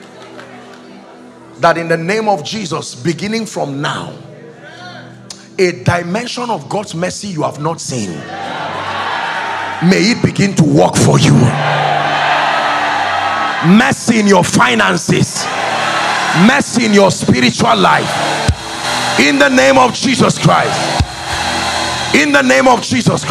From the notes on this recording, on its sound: The first day of the 6th Annual International Prayer Conference